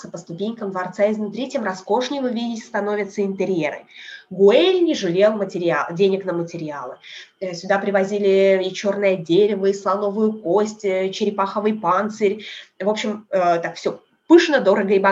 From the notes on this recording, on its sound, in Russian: По Барселоне в халате и комнатных тапочках: прелести zoom-экскурсий. "Современная Одиссея" отправляется на экскурсию по Барселоне через zoom.